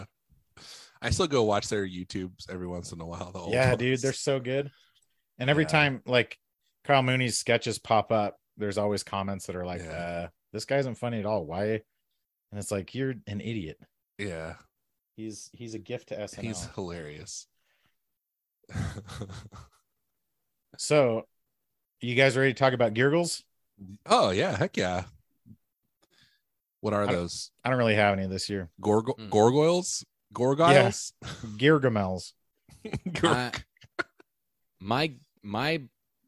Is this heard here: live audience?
no